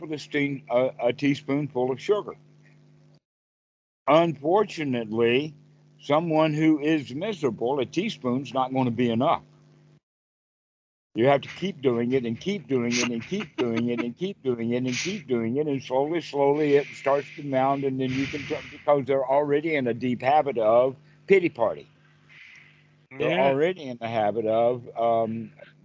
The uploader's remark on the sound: skype calls on this channel